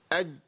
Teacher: طب نجيب حرف تاني الجيم، خلوا وسط اللسان يلتصق بسقف الحنك